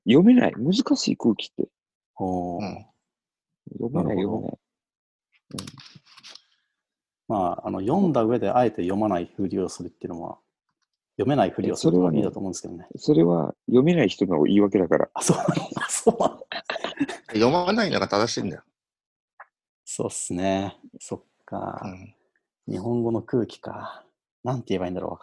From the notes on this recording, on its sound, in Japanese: 友達とzoomで録音してみました。